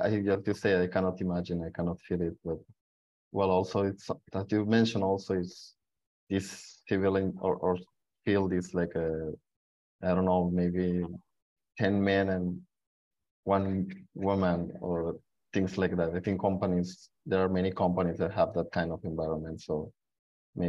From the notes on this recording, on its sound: 収録場所： オンライン (Zoom). Venue: Online via Zoom.